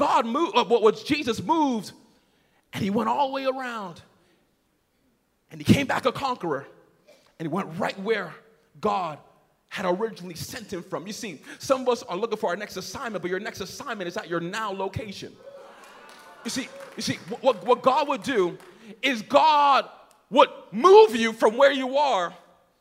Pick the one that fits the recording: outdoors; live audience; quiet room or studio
live audience